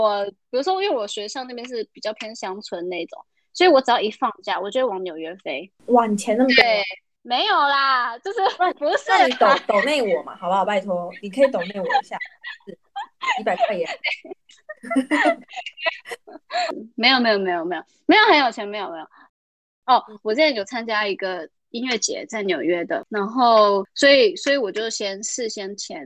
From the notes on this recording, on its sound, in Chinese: 因為她在美國 所以一樣是用遠距離的錄音。錄音品質沒有到很好 而且網路問題也有稍微小卡。